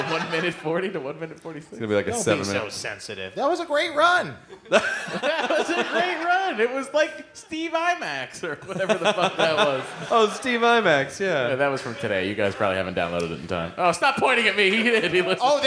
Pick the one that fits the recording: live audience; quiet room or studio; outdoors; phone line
live audience